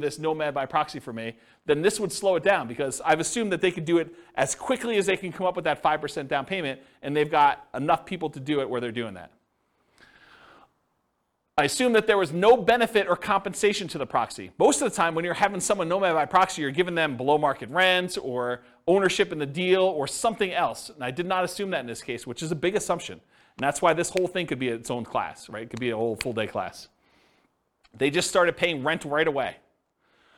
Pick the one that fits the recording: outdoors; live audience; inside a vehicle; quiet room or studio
live audience